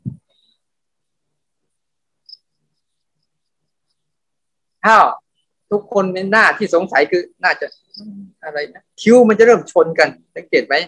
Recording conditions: video call